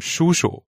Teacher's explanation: 叔 is first tone, and the second one is the neutral tone.